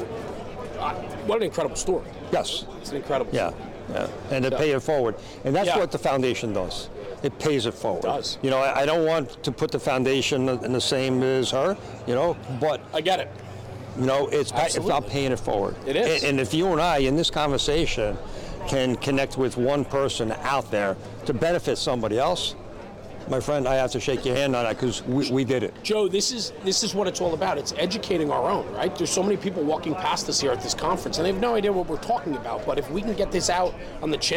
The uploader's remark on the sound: At this years' NJ Firefighter's Convention in Wildwood, NJ. This interview was hosted in the Fire and Safety Services exhibit space during the conference.